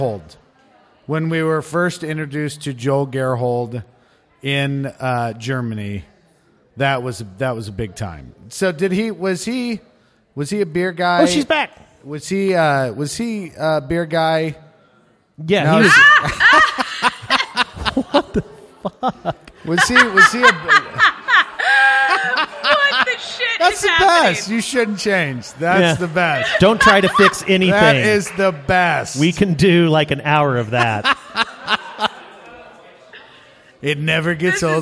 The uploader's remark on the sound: Live from the Fan Appreciation Party sponsored by Squarespace, at 8183 Studio in Kansas City. What a great turnout we had for our party. Discuss the state of interactive advertising with the audience.